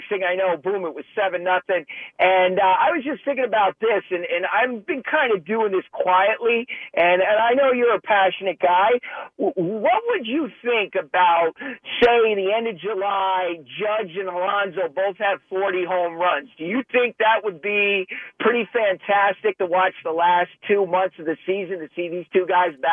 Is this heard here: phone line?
yes